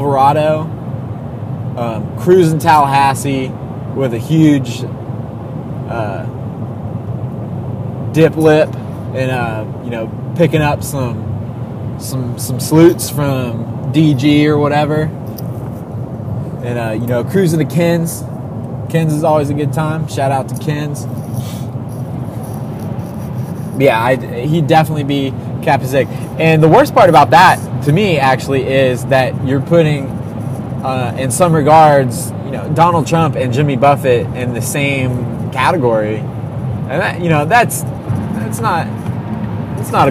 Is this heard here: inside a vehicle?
yes